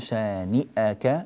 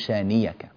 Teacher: نحقق الهمزة، شانئك ولا نقول شانيك · Shown in: first take